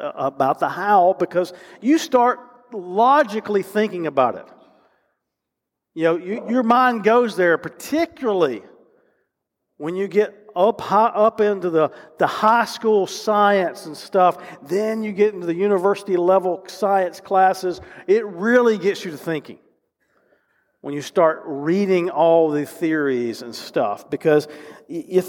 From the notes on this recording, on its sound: recorded live at Covenant